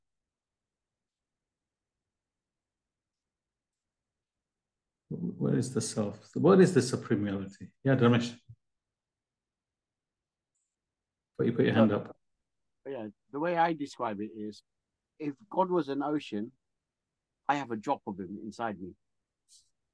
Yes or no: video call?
yes